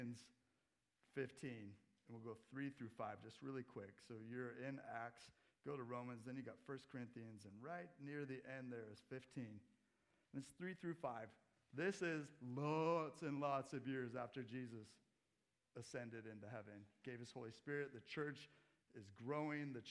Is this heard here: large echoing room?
yes